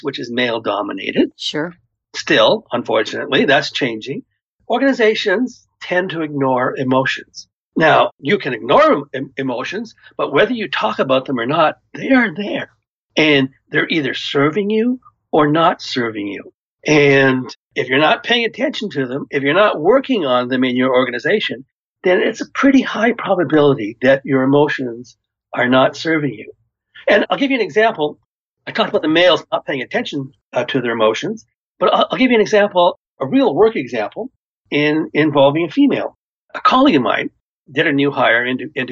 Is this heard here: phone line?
no